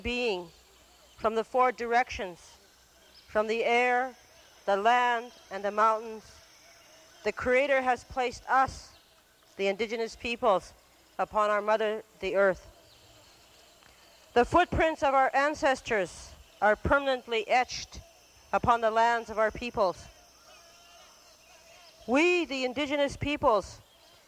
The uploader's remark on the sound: Recorded live in the Amazon Jungle in Brazil in 1992 at the First World Conference of Indigenous Peoples.